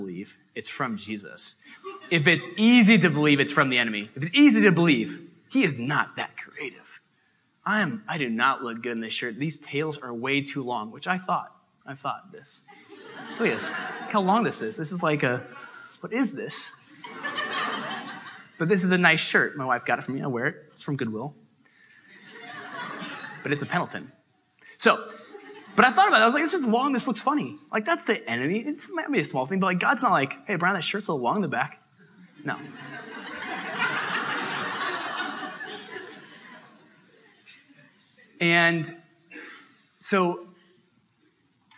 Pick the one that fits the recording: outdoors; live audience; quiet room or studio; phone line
live audience